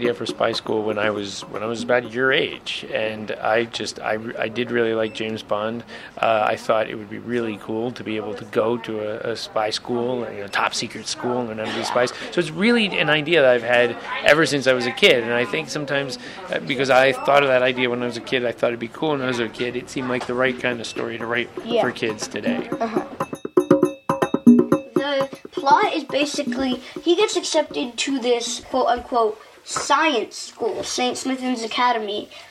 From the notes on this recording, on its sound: The author interview was recorded at Once Upon A Time--the oldest children's bookstore in the US--in Montrose, CA.